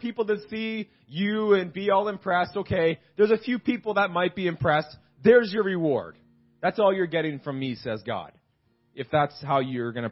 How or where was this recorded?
large echoing room